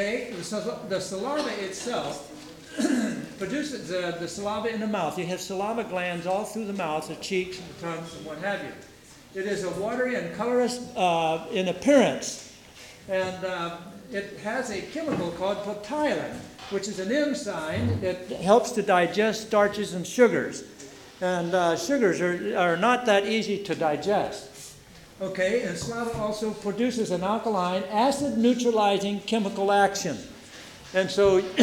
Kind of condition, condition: setting, live audience